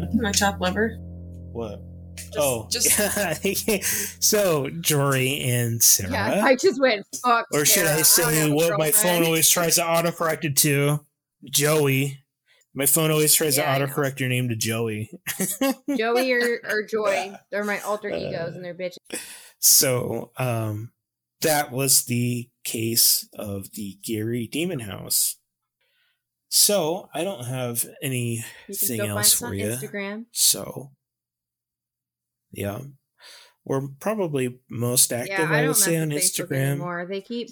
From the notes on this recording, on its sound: We recorded this episode using new software due to having to record remotely. Sorry for the hot audio!